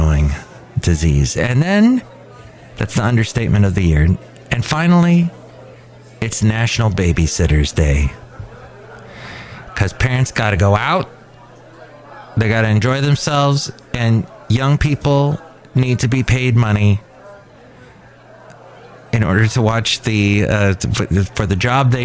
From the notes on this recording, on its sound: Podcasts live from Cafe Anyway.